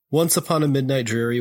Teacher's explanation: You've got the trochee, which is sort of like the reverse of the iamb. It's a foot where you have a stressed syllable and then an unstressed syllable.